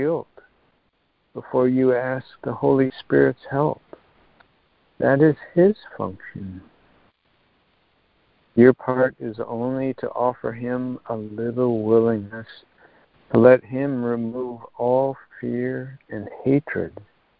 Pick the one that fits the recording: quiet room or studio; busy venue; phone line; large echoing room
phone line